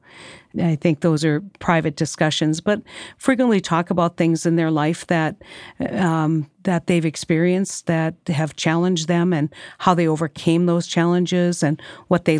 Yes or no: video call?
no